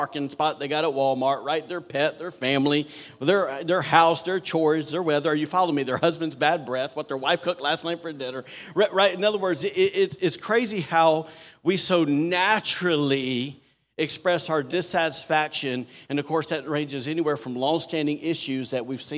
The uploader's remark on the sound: was recorded on Sunday, November 19th, 2023, during service at The Anchor Church in Rockport, Maine